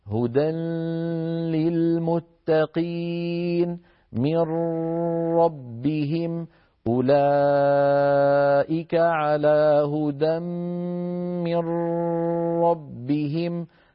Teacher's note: فننطق راء من الفم وغنة من الخيشوم · Term: إبقاء الغنة